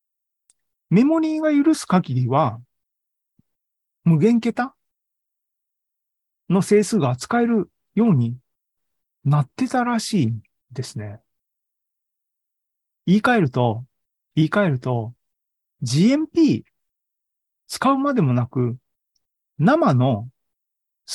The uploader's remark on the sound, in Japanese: ２０２２年１１月３０日に開催した ZOOMライブの模様です